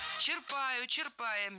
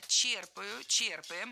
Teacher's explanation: Черпаю, черпаем, неверно, правильно, черпаю, черпаем. Во всех формах этого глагола ударяем первый слог. · Shown in: second take